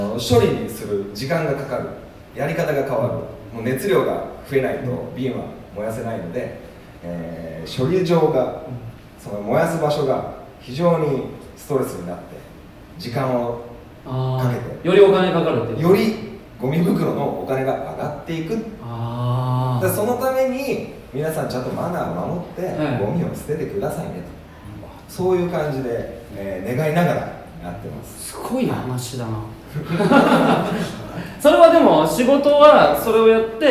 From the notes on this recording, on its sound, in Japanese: 公開収録音源。In可児。